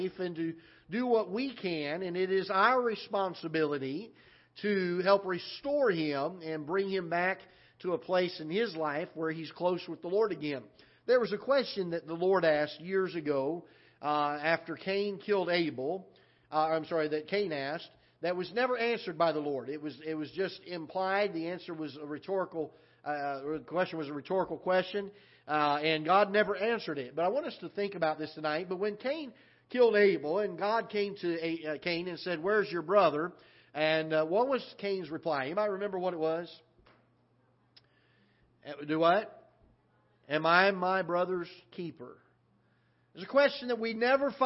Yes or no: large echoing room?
yes